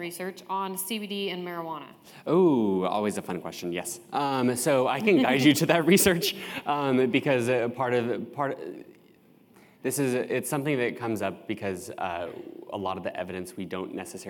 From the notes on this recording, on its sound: Welcome to this year's Eye Believe 2023 Survivorship Seminar recording series.